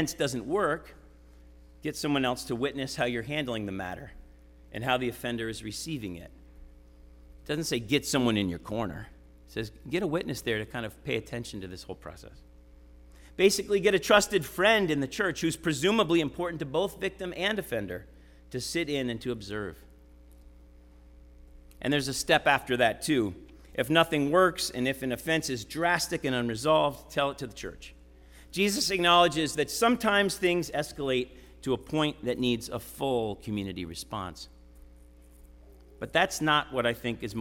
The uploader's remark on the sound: Sermon preached at RCHP on September 10, 2023.